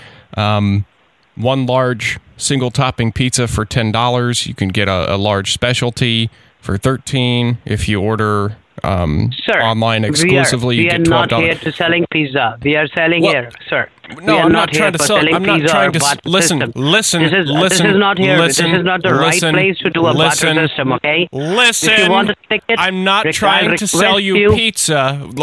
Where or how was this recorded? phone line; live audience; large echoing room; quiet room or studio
phone line